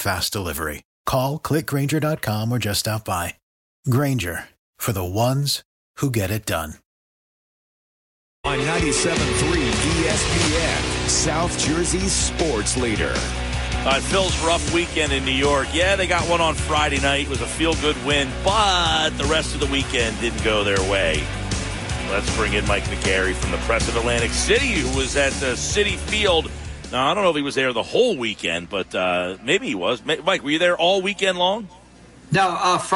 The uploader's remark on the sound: Live at Ocean Casino.